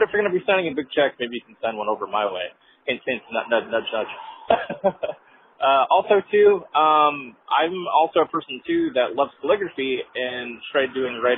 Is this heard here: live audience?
no